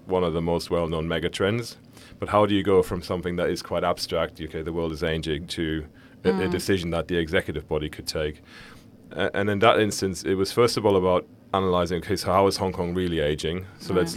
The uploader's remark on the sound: LIVE from Dubai. Looking Outside comes to you LIVE from the Dubai Future Forum, the largest gathering of futurists in the world.